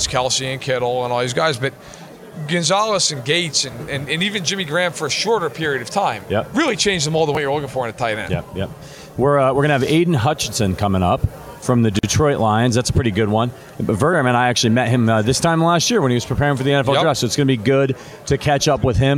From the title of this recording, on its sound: Live from Super Bowl LVII